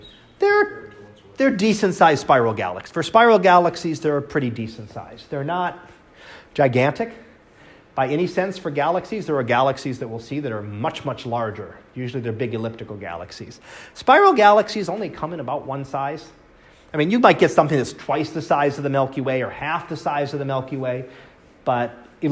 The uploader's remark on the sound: Live Class Lecture